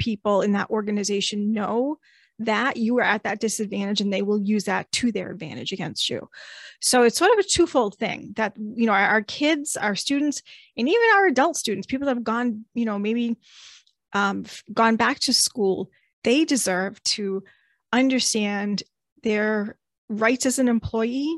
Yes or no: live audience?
no